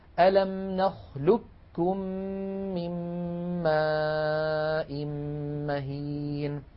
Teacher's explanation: في هذه الكلمة قاف ساكنة بعدها كاف. فكل الطرق عن حفص تقلب هذه القاف كافا طبعا ساكنة، وتدغم الكاف في الكاف فيصير النطق بكاف مشددة